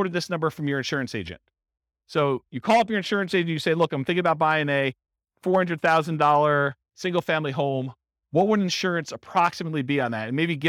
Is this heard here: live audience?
yes